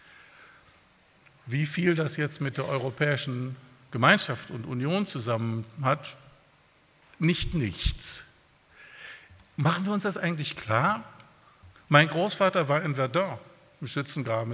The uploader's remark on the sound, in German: bei einer Veranstaltung der Liebenzeller Mission